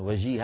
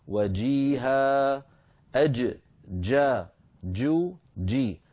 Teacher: لكن آخر كلمة قلتيها قلتي وجيها، وجيه هكذا جيم رخوة، والجيم الفصيحة ليست رخوة، الجيم الفصيحة شديدة يعني محبوسة الصوت · Shown in: second take